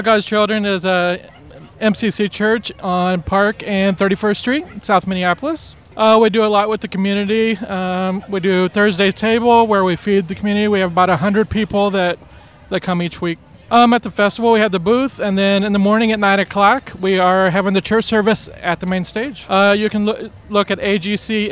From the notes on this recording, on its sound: On-location in Loring Park for the 2018 Twin Cities Pride Festival Part 3.